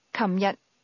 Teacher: Yesterday is pronounced with a mid-level tone, followed by a low-level tone.